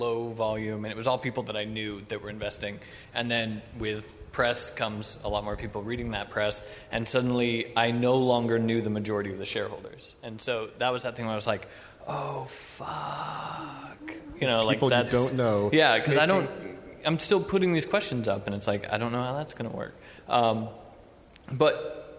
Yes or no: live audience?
yes